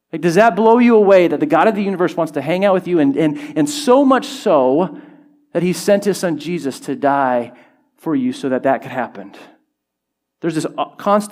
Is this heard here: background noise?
no